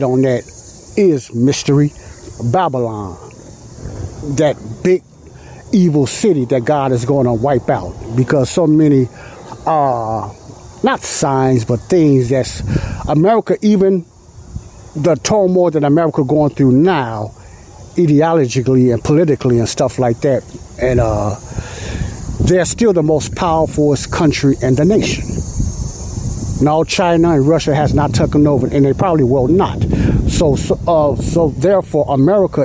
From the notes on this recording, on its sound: I'm sorry for all the noise and Wind sounds in this Audio podcast but I done this show outside at a Park and it was real windy